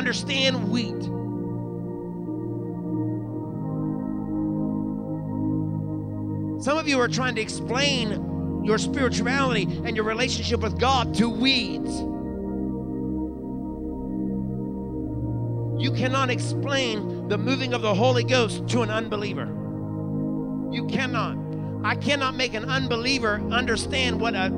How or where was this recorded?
large echoing room